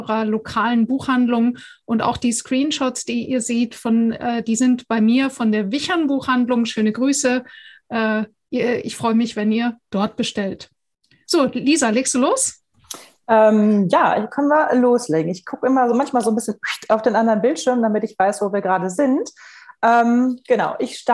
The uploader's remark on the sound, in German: Podcast zum interaktiven Live-Webinar